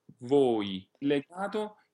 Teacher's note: each vowel will be pronounced as a single vowel and not like an English diphthong. So the O remains a legato O until it becomes a phonetic E.